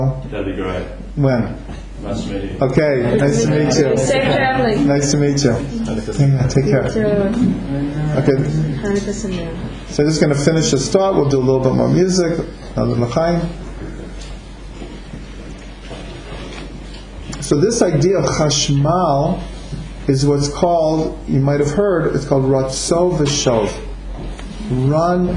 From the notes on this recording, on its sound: This audio is a recording of a Chanukah gathering that includes teachings, stories and music relating to Chanukah.